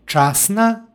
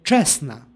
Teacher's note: imamo gomilanje suglasnika, odnosno suglasničku grupu stn i koja se uprošćava